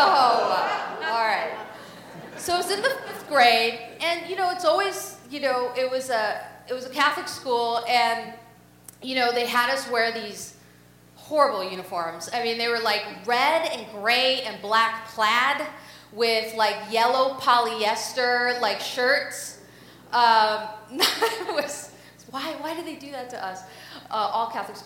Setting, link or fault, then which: setting, live audience